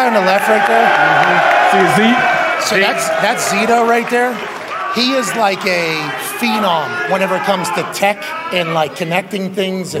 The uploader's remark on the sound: LIVE from the set of College GameDay in Boulder, Colorado